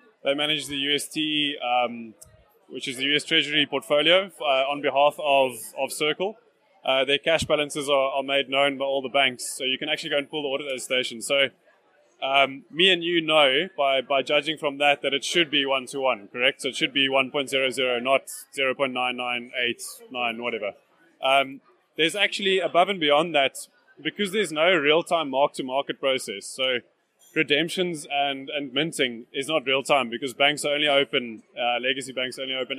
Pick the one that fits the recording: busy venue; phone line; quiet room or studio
busy venue